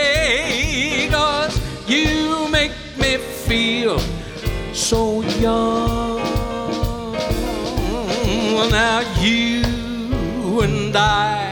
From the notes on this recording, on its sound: Live at the South Point Casino